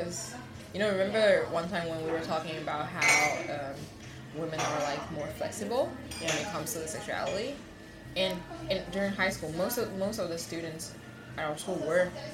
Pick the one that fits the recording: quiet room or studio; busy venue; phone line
busy venue